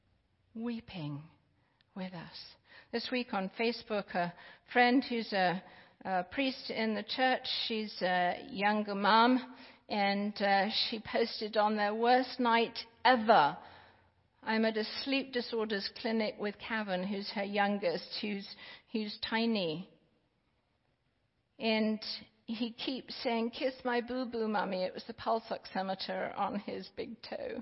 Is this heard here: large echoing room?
yes